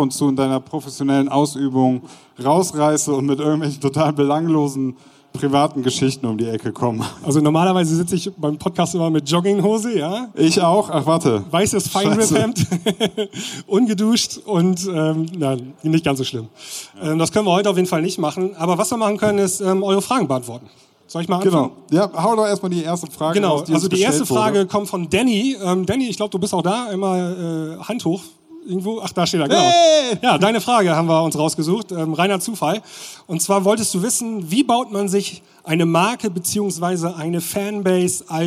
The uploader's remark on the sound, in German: Live von der Mixcon 2020. Auf der Mixcon in München und haben dort einen Live-Podcast gehalten und aufgenommen (daher auch die etwas schlechtere Audioqualität als gewohnt).